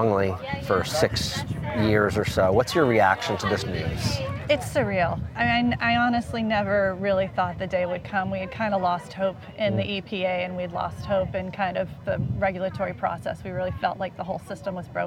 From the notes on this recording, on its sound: The announcement was made at an event in Wilmington, North Carolina